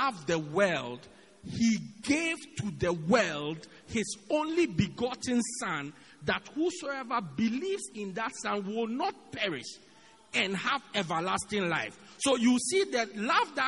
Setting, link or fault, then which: setting, large echoing room